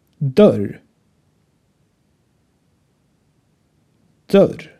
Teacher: dann haben wir einen Laut ohne deutsche Entsprechung ein kurzes Ö vor R.